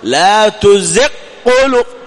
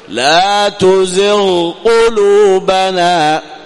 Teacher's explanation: إظهار الغين عند القاف في قوله لا تزغ قلوبنا · Shown in: second take